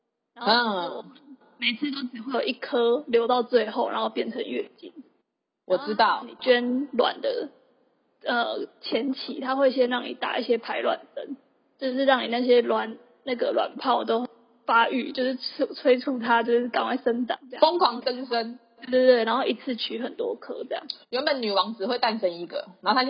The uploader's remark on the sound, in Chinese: 本集音質不佳，不建議使用耳機